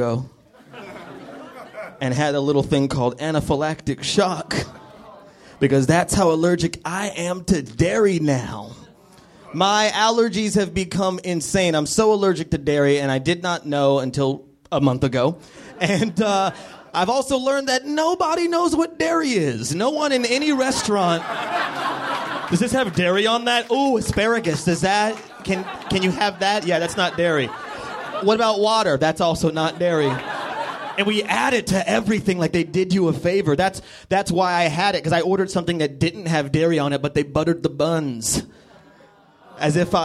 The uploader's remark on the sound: Live from the NerdMelt Showroom